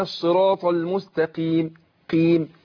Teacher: عشان القاف مكسوره خدت ادنى درجات تفخيم